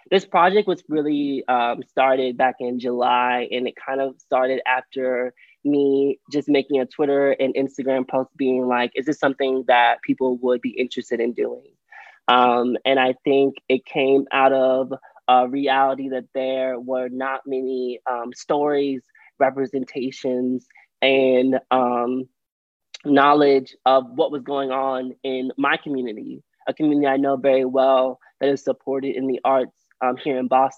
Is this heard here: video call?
yes